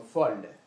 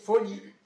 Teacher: une voyelle moyenne ouverte, se situe dans une syllabe fermée. · Shown in: first take · Par exemple, dans folle.